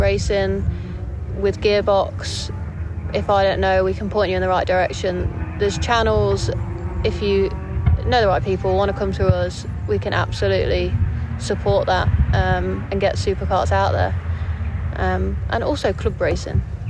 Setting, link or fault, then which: setting, busy venue